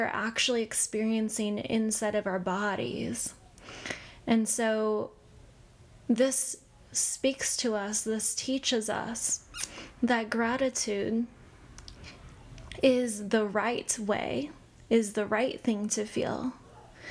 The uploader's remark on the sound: There is a lot of background noise in this episode. I'm not sure why my microphone recorded so much background noise and I didn't know until after the whole episode was recorded.